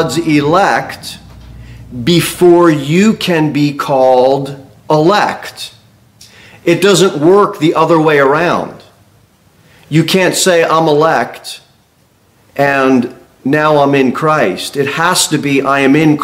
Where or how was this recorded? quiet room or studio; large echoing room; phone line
large echoing room